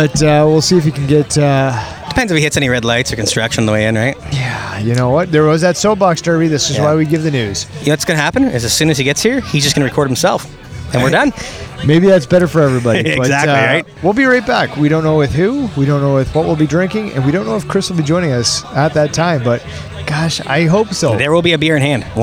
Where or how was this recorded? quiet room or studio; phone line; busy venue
busy venue